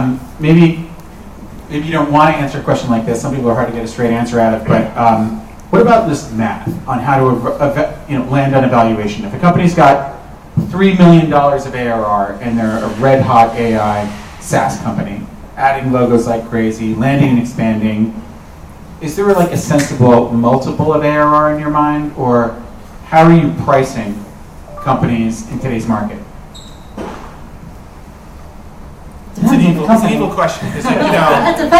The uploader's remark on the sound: Part I of the VC Panel at the 7BC Venture Capital San Francisco event Nov 14, 2023